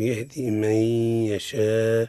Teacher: نون ساكنة من لفظ من عند ياء يشاء، حكمها الإدغام مع الغنة · Term: إدغام بغنة